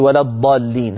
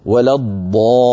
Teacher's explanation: المد اللازم مقدار واحد مطول بمقدار 3 أضعاف المد الطبيعي · Shown in: second take · المد الطبيعي بمقدار حركتين، الذي وصلنا أن المد اللازم 3 أضعاف الطبيعي يعني 6 حركات.